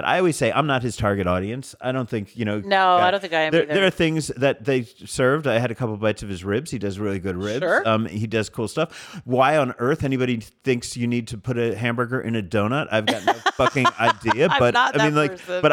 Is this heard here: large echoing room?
no